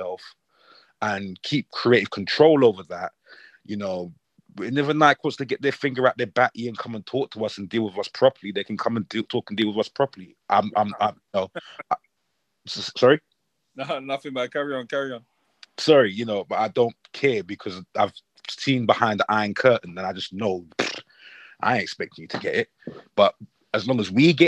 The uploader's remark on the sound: The Panel Clubhouse Session.